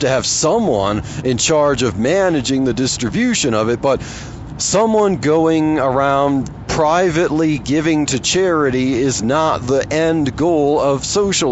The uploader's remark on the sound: while driving to work